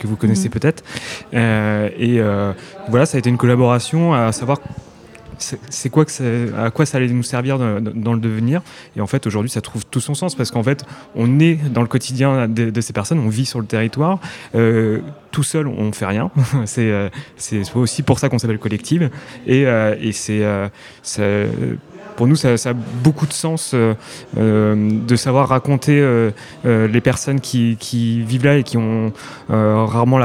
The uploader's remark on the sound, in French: En direct des Ateliers Intermédiaires, à l'occasion de la journée des médias libres en Normandie organisée par Grand-Format.